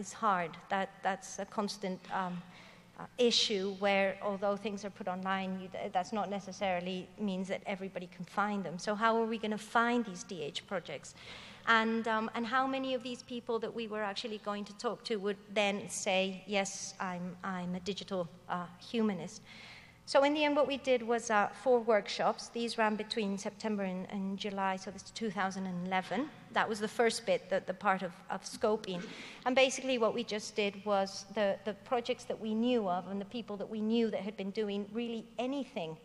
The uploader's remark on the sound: Digital Humanities 2013 Closing Keynote